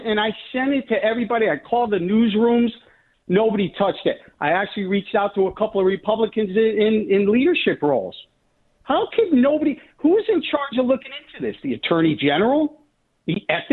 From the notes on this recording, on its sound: Then, we play RANTS and take phone calls.